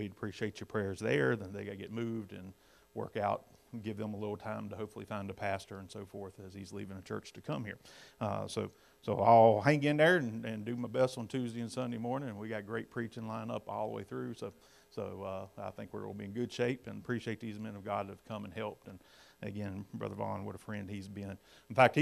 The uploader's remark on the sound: Sun AM Service